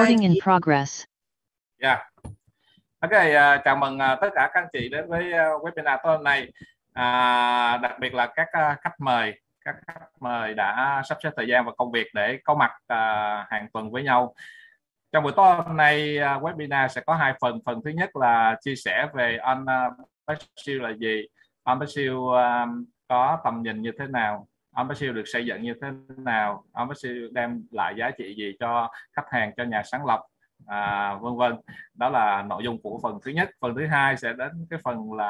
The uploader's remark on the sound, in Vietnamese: Zoom Onpassive ngày 21.08.2021